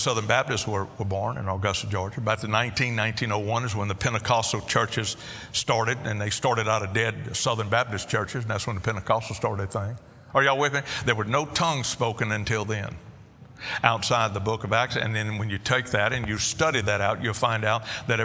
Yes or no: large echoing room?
yes